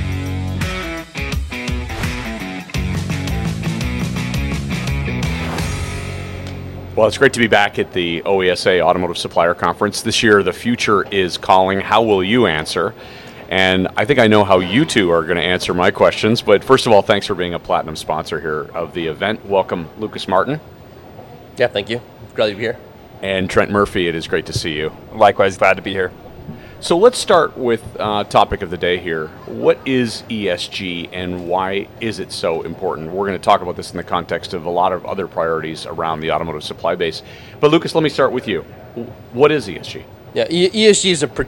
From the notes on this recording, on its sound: At the November OESA automotive supplier conference in Novi, MI